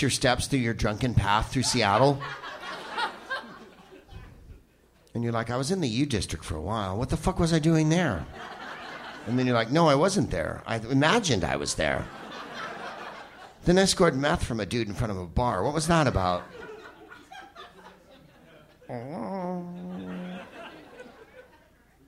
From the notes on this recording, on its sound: Live from The Crocodile in Seattle